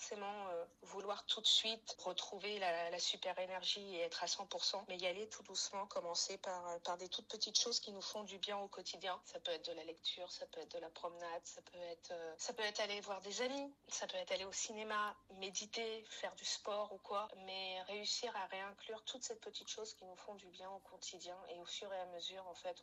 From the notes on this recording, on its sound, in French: Cet épisode est enregistré par téléphone